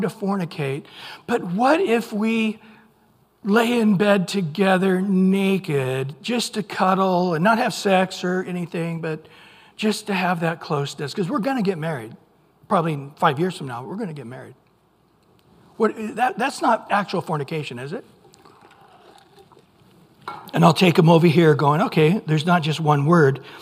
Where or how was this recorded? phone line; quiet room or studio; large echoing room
large echoing room